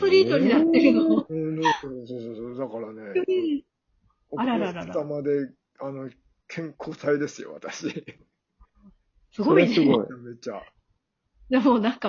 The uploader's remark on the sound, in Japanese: 名古屋からお送りするほんぽっど。まだradiotalk収録に慣れてないので多少、音声が乱れてます。